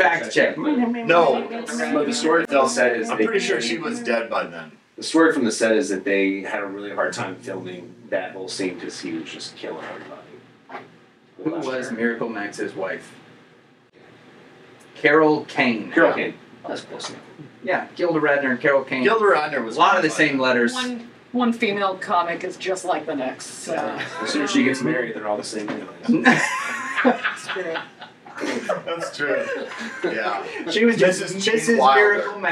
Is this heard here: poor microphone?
yes